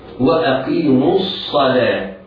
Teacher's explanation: اللام في كلمة الصلاة يجب على القارئ ترقيقها نظرا لأنها مجاورة للصاد المفخمة · الهمزة في وأقيموا يجب على القارئ العناية بتدقيقها والقاف مفخمة